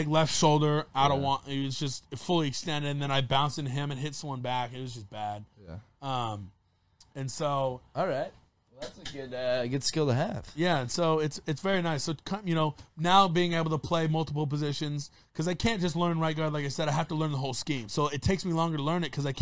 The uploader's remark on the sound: in the truck